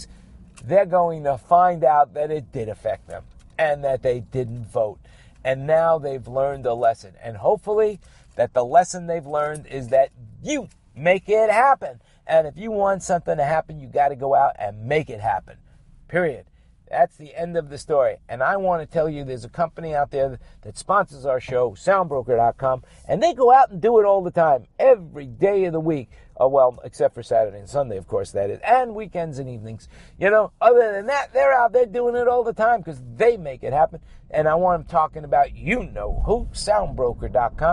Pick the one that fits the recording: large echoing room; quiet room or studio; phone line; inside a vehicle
inside a vehicle